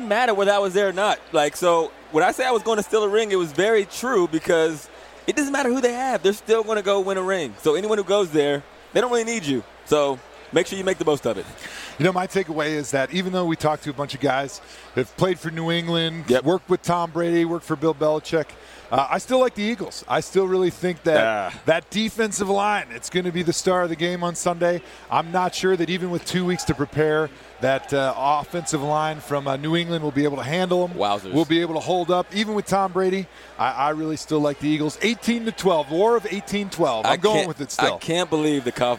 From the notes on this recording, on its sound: live from Radio Row in Minnesota